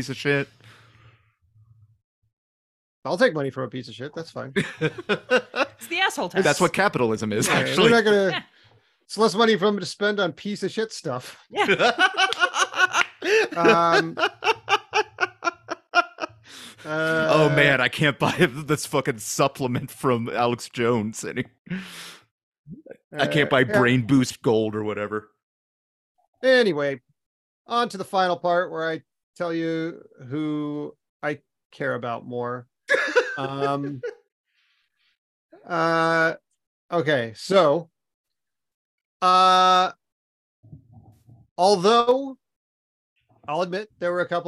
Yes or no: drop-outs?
yes